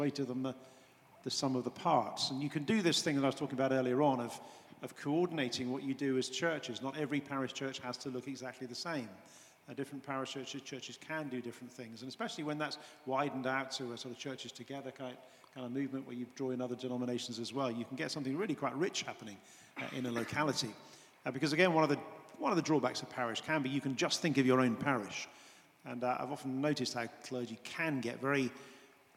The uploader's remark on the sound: An event recorded this week at St Mellitus College. A recording of a lively event at St Mellitus College, in London. It was hosted by the Church Times and SCM Press, and recorded by Captive North.